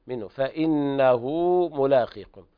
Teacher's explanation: إظهار حلقي لوقوع الهاء بعد النون الساكنة